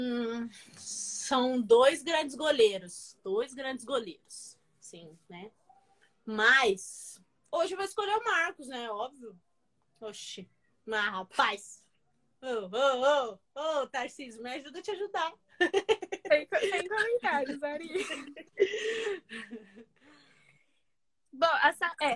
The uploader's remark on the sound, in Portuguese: Rolou uma live no meu instagram